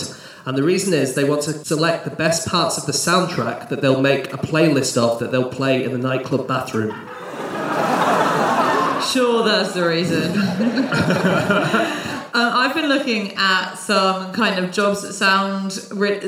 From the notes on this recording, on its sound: Live from Gothenburg